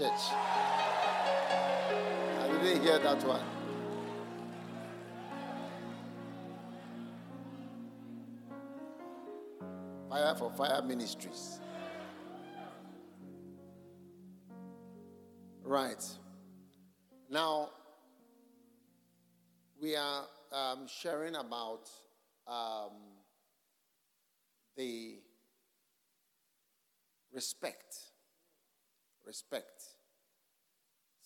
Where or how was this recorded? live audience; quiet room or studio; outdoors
live audience